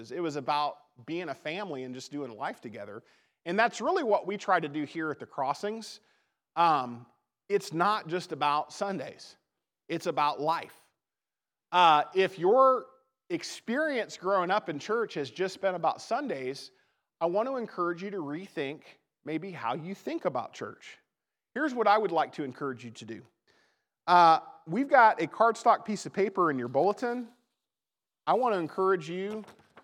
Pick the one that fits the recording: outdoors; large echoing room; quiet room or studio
large echoing room